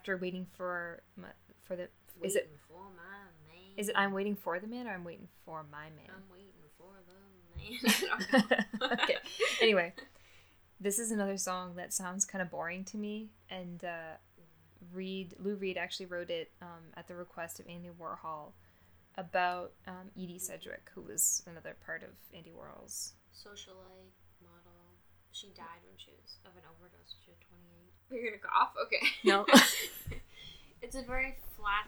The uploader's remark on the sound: I still don't know how to use a microphone